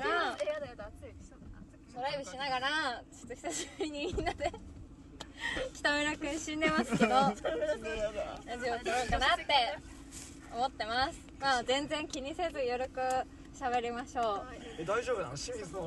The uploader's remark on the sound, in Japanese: ドライブラジオ。車の中で突然ラジオを録り始めたら、男性陣に本気で嫌な顔をされました。